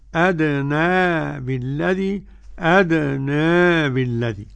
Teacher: قرأها ورش عن نافع بالفتح والتقليل